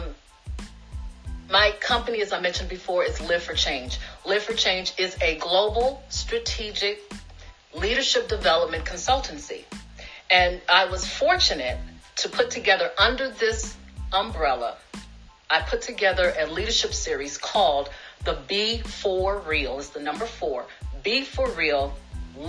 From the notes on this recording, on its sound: This is the audio version of an Instagram Live web class